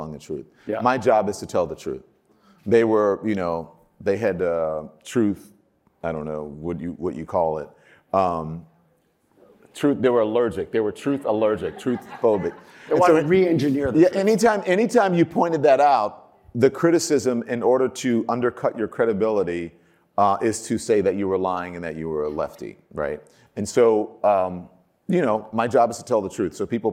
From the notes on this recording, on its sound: originally recorded at Advertising Week New York 2021